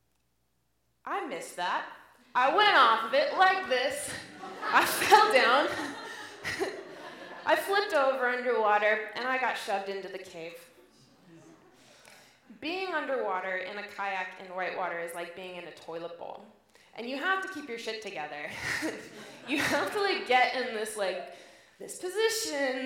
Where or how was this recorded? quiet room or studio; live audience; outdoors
live audience